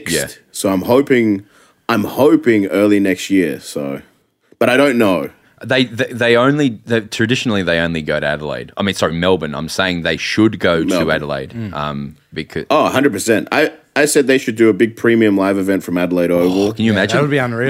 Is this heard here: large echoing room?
no